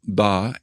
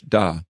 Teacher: For example, in Hindi, you can have a retroflex D like ba and then a non-retroflex D, which sounds like the English da · Shown in: second take